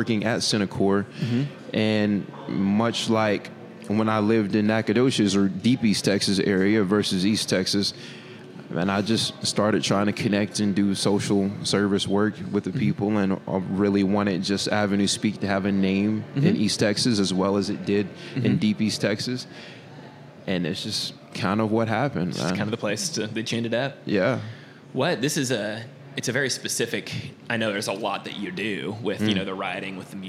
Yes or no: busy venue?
yes